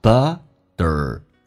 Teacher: 两个元音中间所加的 T 要被浊化成 D 这个发音，在美式发音叫 butterflies.